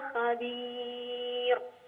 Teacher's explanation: طبعا لو وصلنا بما تعملون خبير ولا بتكون مضمومة فتكون مفخمة لكن لو وقفنا بتكون مرققة لأن قبلها مد الياء